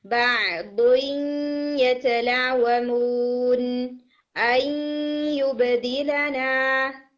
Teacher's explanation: 50% آپ کی نون کی ساؤنڈ ہونی چاہیے اور 50% یا کی ساؤنڈ ہونی چاہیے · Term: ناقص ادغام